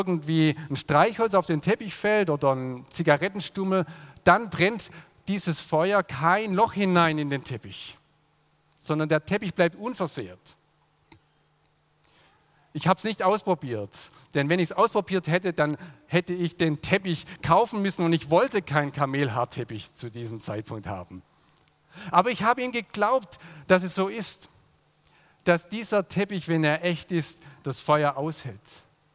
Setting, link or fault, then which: setting, large echoing room